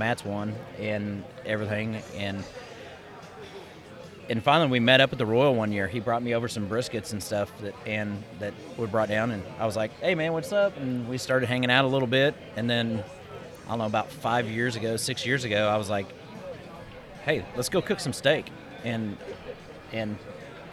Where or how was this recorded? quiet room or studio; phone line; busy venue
busy venue